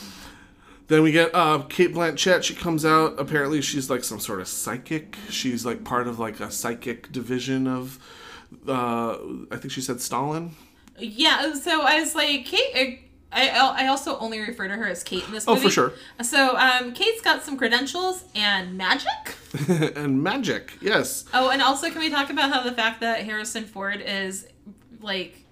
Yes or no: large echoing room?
no